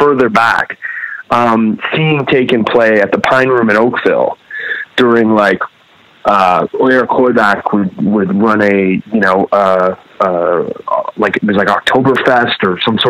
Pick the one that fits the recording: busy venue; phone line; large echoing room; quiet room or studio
phone line